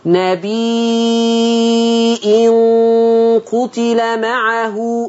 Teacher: خلي بالك ورش بقى في كلمة نبي هيمدها، هيمد ليه ست حركات ويحط همزة.